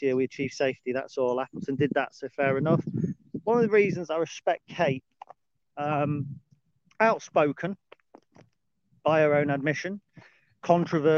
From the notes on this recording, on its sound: Dog Walk Special 11. A dog walk special.